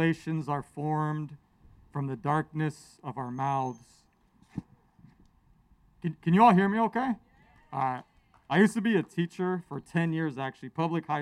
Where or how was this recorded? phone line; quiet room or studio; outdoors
outdoors